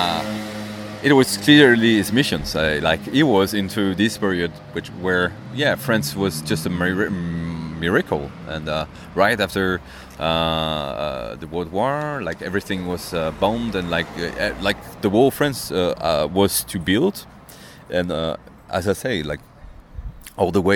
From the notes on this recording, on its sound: Recorded around 3am, piss-drunk, on the back streets of Pigalle.